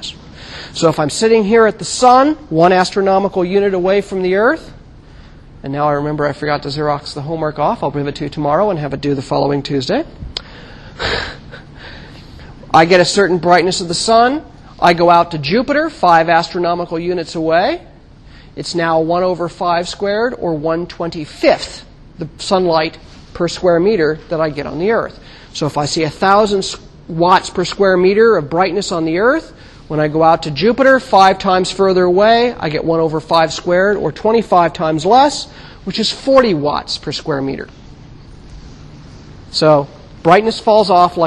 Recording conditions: large echoing room